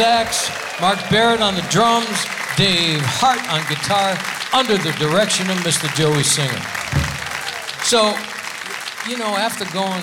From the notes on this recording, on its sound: Live at the SouthPoint Casino